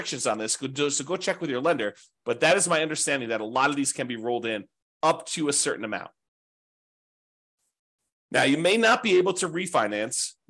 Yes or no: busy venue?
no